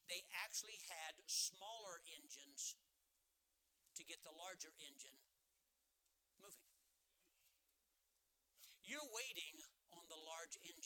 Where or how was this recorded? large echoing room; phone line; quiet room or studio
large echoing room